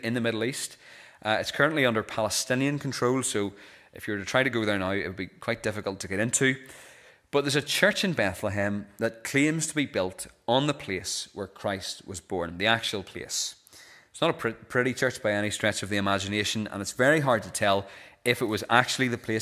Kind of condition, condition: setting, large echoing room